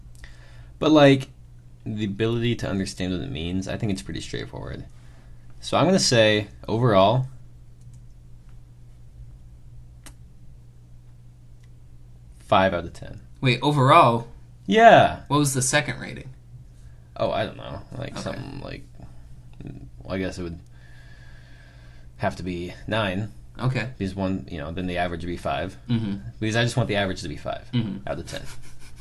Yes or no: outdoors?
no